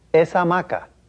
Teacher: since the H is not pronounced in Spanish, the A of the word esa and the first A of the word hamaca sound as one